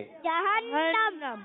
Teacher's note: हा की अदायगी हलक के नीचे वाले हिस्से से, और नून मुशद्दद एकल का गुन्ना करेंगे, आखिर में मीम साकिन हो जाएगा और कायदा हो जाएगा जहन्नम, ठीक है।